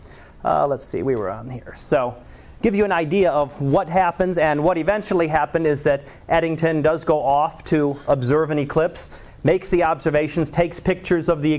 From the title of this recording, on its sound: Live Class Lecture